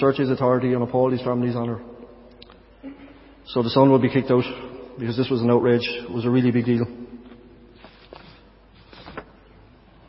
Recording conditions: large echoing room